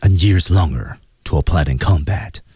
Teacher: 感觉师傅已经把第一口气的一个重点，最后全部推到了 longer 上。